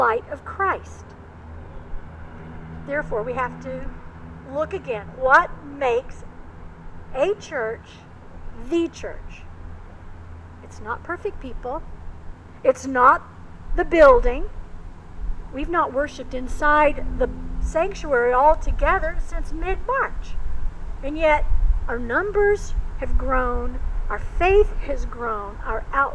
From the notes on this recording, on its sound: Recorded outside. Coming to you from Old South Presbyterian Church in Newburyport, MA.